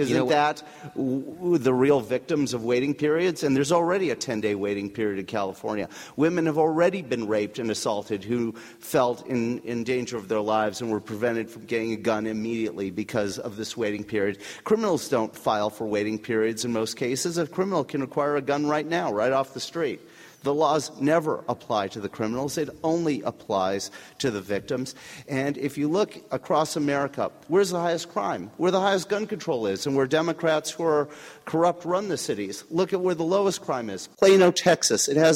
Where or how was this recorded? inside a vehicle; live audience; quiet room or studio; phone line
live audience